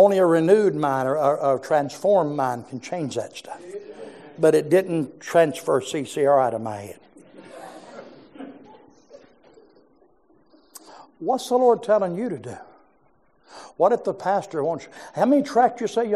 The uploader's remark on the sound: preached in our morning service